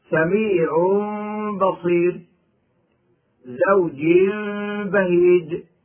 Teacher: الإقلاب عند الباء ميما بغنة مع الإخفاء